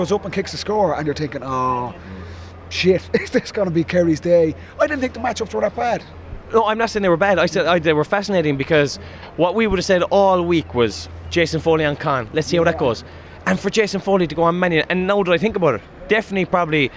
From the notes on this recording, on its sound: live from Croke Park